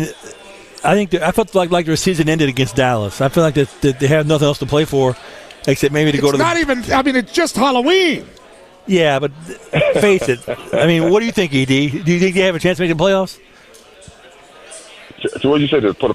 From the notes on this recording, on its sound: LIVE from The Breeders Cup at Santa Anita Park